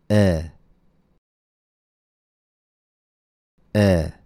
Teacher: For e, your tongue is forward, and the tip is somewhat raised. Feel the sides of your tongue gently touching your molars, your back teeth.